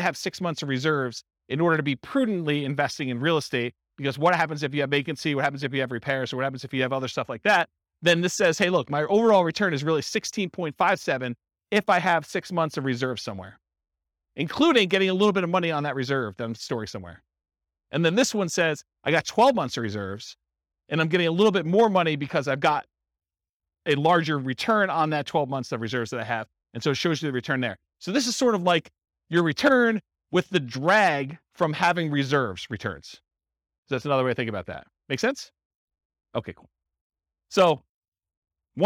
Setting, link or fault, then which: setting, live audience